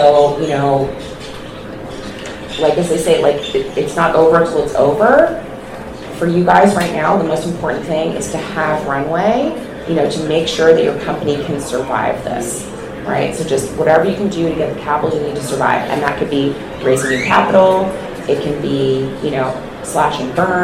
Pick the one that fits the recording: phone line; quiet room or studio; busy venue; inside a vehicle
busy venue